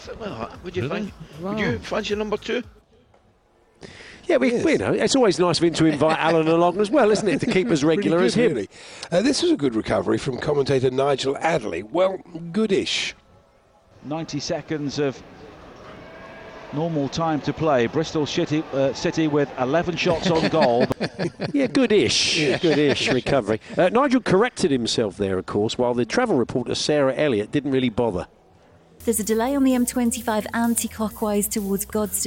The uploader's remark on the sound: Live From Cheltenham !